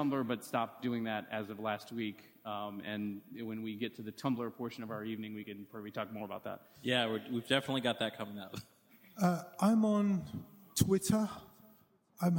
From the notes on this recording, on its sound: In a live podcast panel recorded in February at Rockit Bar & Grill